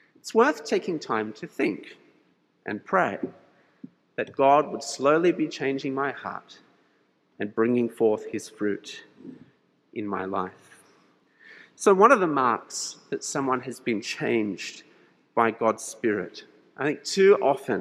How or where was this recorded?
large echoing room